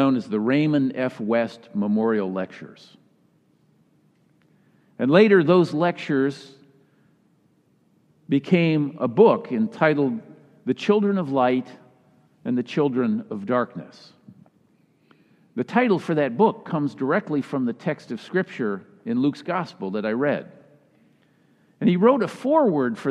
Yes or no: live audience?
yes